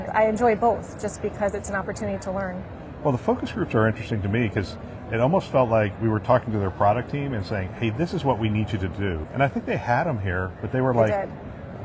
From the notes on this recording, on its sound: live from ViVe 2023